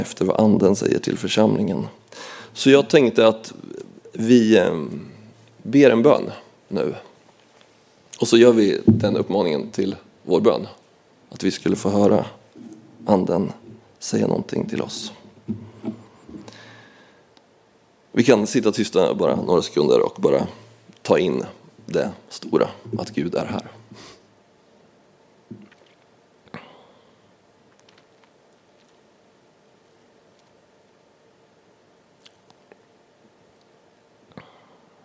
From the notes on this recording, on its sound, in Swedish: Inspelad under gudstjänst i Equmeniakyrkan Väte 2024-02-25.